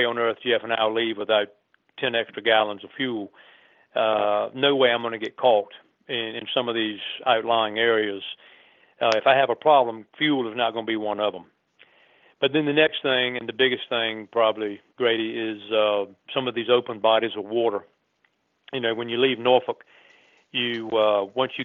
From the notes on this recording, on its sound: Phones in to tell us.